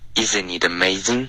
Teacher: 这三个 i 的音舌根都太高了，都发成了 e